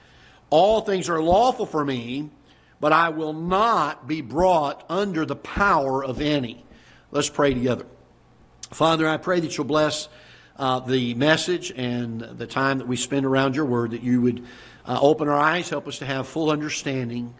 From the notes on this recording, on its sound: Ketha Heights Baptist Church ~ Live Broadcast.